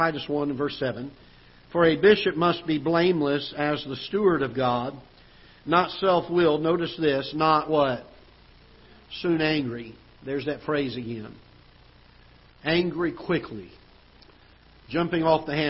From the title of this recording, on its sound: Ketha Heights Baptist Church ~ Live Broadcast